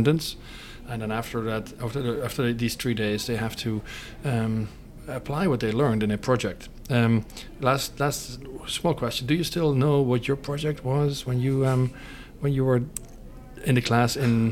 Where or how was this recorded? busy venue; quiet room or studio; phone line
busy venue